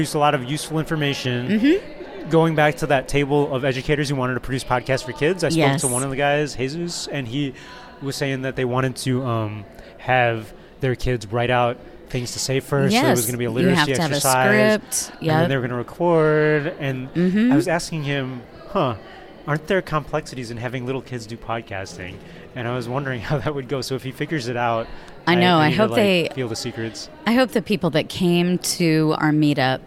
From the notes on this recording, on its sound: SXSW EDU Live. Recorded in the middle of South-by-Southwest (SXSW) EDU 2018.